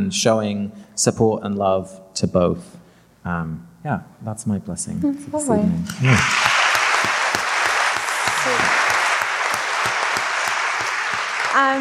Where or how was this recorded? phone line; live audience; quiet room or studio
live audience